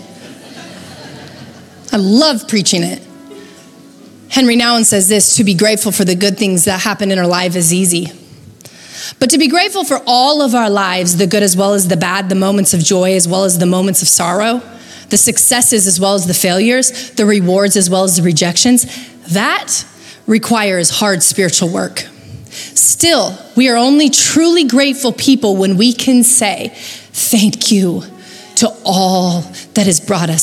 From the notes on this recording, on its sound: Recorded live at Capital Church in Meridian, Idaho